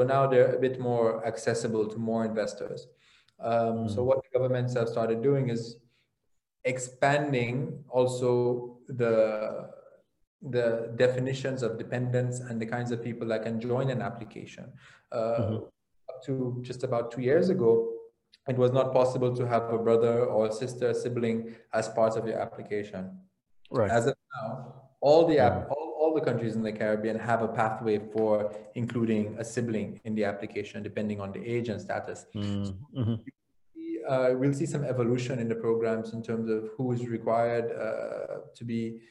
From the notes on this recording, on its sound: LIVESTREAM. For those joining us on Zoom.